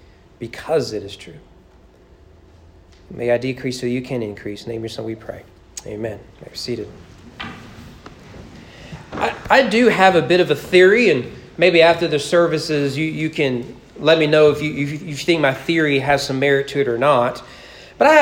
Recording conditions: large echoing room